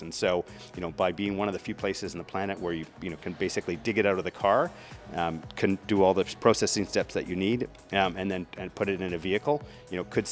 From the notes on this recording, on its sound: 2023 PDAC Mining Conference 1x1 Series. At this year’s 2023 PDAC convention - one of the world’s largest mining conferences.